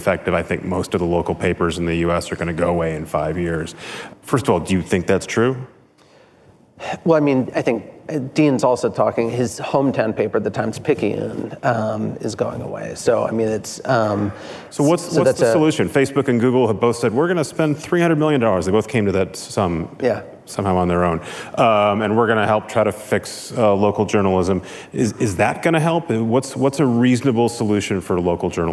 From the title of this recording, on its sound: at the Code Conference